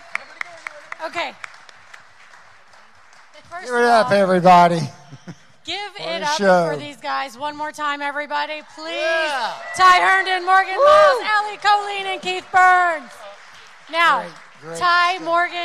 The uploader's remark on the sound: Live From The Loveless Barn